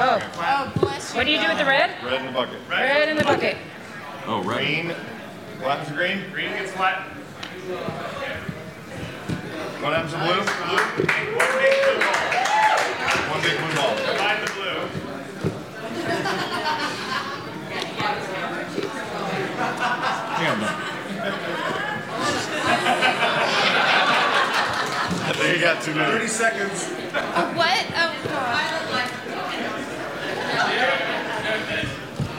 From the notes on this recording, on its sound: TMS live from Viva TMS Vegas 2023